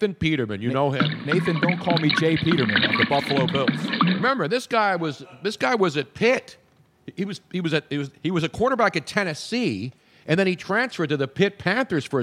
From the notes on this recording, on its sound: This week's pre-winter-storm edition of the podcast live from Moonshine Philly.